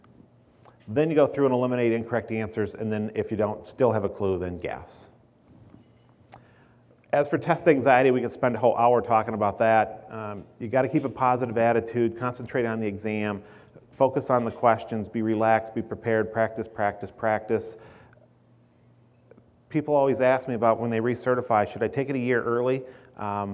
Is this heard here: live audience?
yes